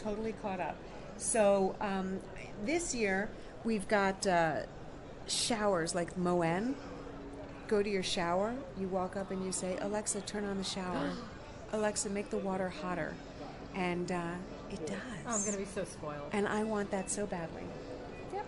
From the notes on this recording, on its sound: Walking the floor at CES in Las Vegas.